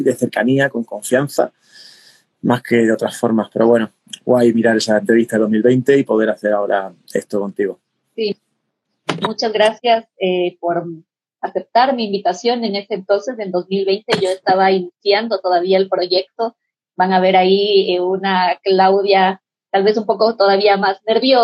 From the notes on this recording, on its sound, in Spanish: Revivimos los encuentros en directo que realizamos en Instagram